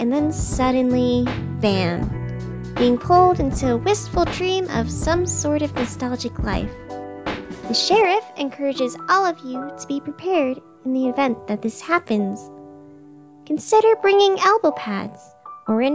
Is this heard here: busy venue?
no